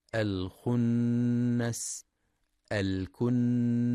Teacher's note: وينتبه لغنة النون المشددة في كلمتي الخنس الكنس، فهي أكمل ما تكون